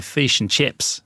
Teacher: the letter I becomes an E in Australian English · Term: draw out our vowels